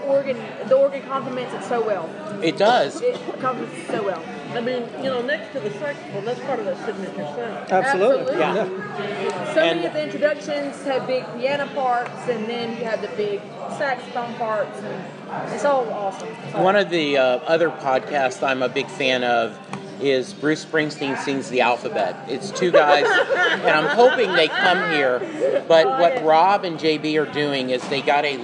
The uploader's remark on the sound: This mini episode was recorded in the House of Blues in downtown Dallas